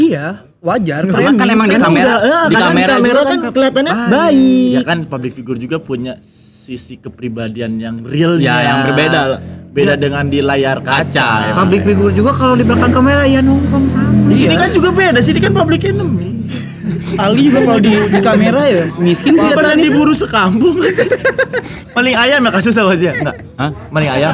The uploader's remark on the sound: LIVE FROM SALAKA COFFEE